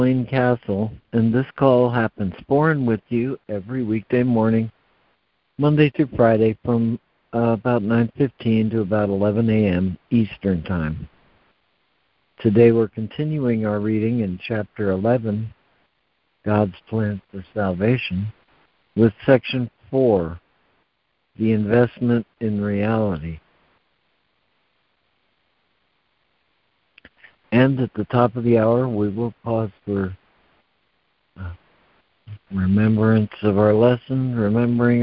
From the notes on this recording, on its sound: ACIM Daily Conference Call